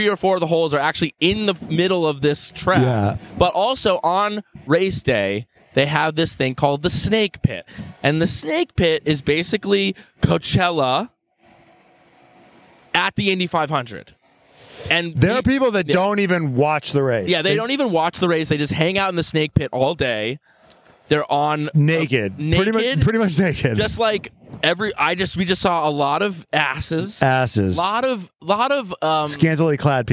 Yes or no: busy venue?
yes